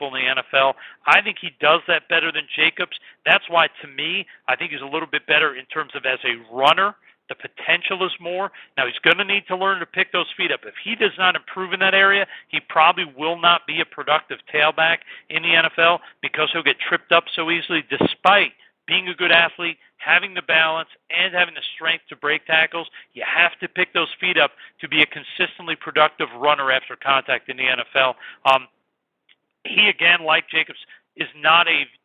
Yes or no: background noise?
no